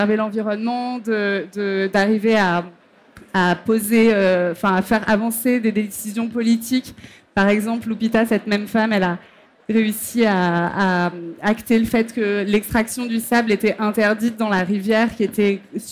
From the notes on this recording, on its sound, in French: sur la Scène Liquide, Omnivore Food Festival 2021